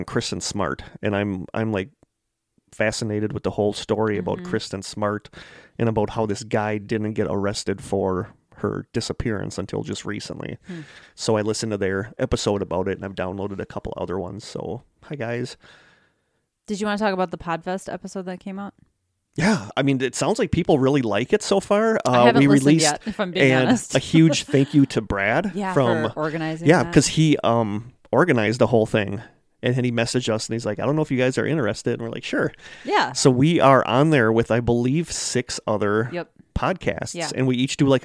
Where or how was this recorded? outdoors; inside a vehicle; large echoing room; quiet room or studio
quiet room or studio